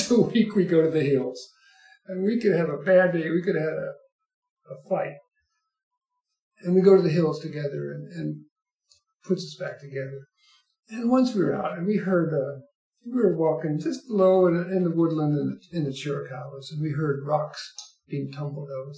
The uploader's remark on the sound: I am moving (within Tucson) and somehow lost my recorder. I apologize if the sound is off at all.